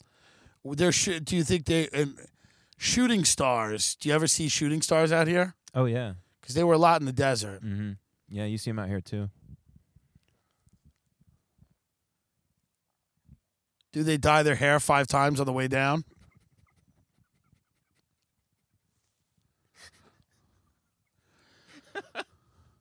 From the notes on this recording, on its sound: Live from hill country. Broadcasts outdoors.